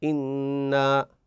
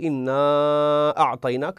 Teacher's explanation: إذا دمجت هذا الحرف أو دمجت هذه الكلمة مع كلمة أخرى التي بعدها نقول إنا أعطيناك، فأمد مدا فرعيا خمس حركات · Shown in: second take